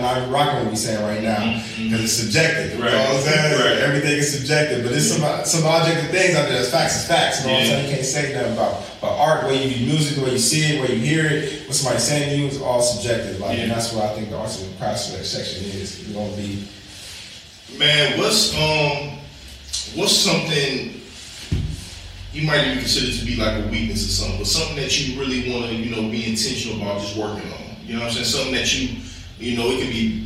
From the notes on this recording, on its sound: The audio was off on this one. Excuse our technical difficulties.